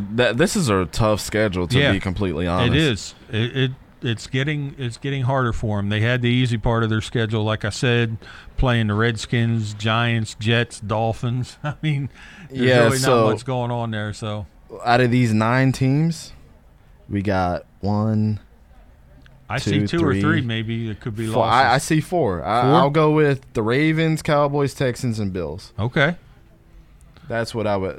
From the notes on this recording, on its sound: Live from Maroon Hornet Comics. Live show.